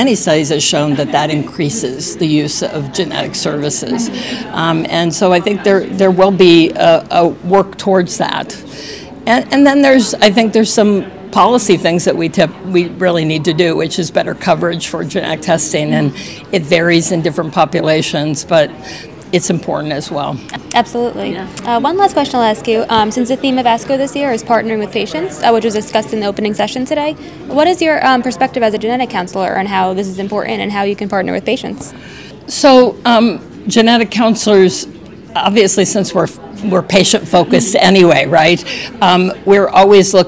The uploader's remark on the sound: podcast recorded live at the 2023 American Society of Clinical Oncology (ASCO) Annual Meeting